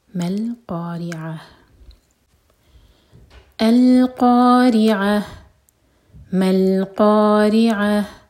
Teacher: قاف ہیوی، را کے نیچے کسرہ تو را باریک